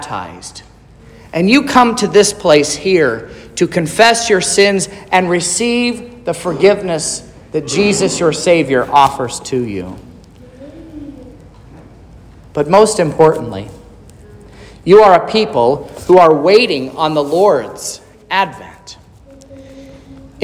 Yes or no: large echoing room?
yes